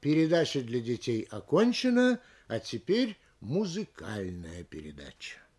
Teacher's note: Понижение на втором слове от конца. Следовательно, для того, чтобы в конце предложения прозвучала точка, голосовое понижение должно быть на последнем ударном слове этого предложения.